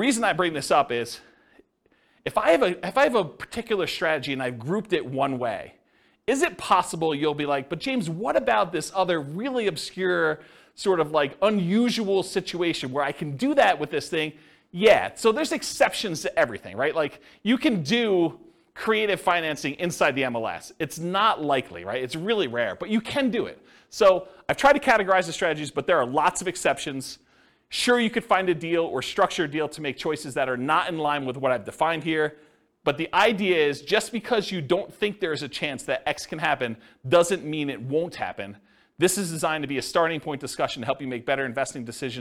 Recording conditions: live audience